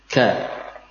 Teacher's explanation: Ada nafas yang mengalir, ya, menyertai lepasnya suara kaf.